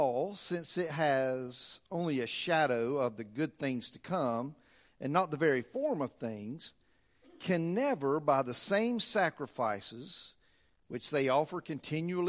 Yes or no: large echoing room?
yes